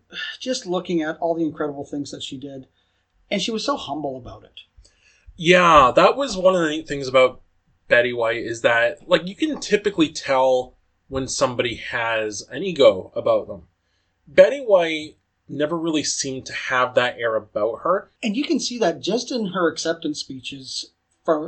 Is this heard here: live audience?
no